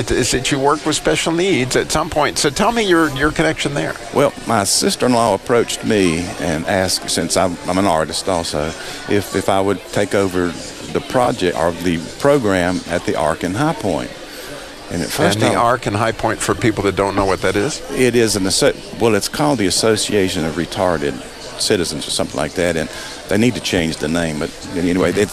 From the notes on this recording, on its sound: Today's show was recorded live at the Carolina Classic Fair.